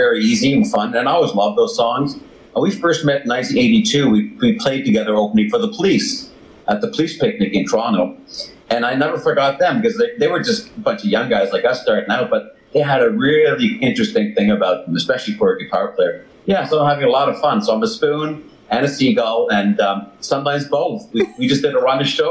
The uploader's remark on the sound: Via ZOOM.